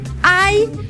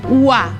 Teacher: hi ha un diftong decreixent, ai, i un diftong creixent, ua